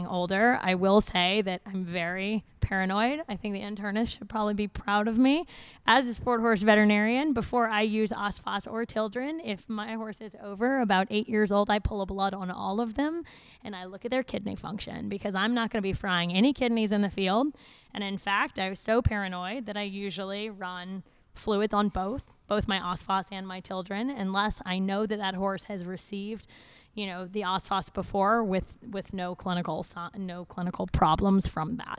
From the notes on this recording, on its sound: live from the United States Pony Club 2017 Festival